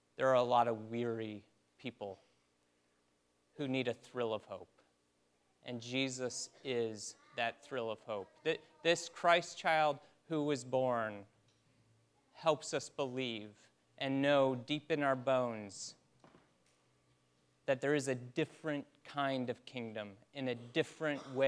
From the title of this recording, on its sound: Christmas Eve Service (Audio)